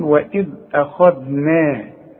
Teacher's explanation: الخاء مفخمة، الذال مرققة، النون كمان مرققة